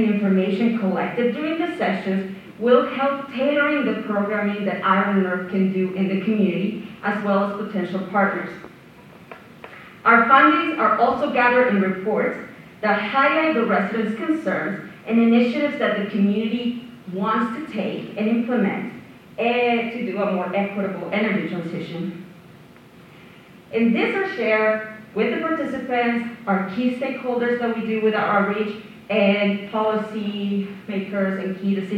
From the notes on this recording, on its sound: Recording from the Parkland Institute's Fall 2022 Conference: Doing Democracy Better: Challenging the Politics of Fear and Resentment. At the University of Alberta. Q&A excerpt.